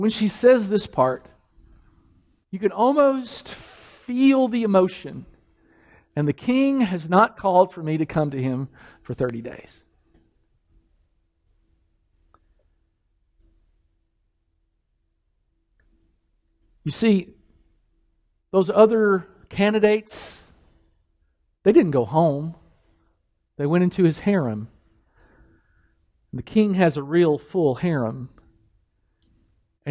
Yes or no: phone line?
no